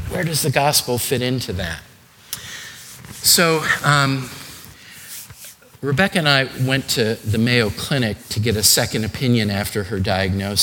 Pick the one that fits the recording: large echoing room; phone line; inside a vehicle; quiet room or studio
large echoing room